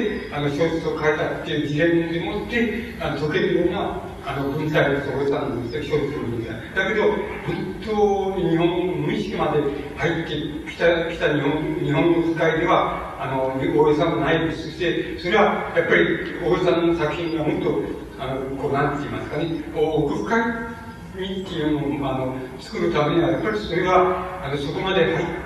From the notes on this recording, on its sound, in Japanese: うち質疑応答26分。音質：３。主催：地方・小出版流通センター。場所：幕張プリンスホテル。地方・小出版流通センター 20周年記念イベントの講演。やや音声が曇っているが 比較的クリアに収録されている。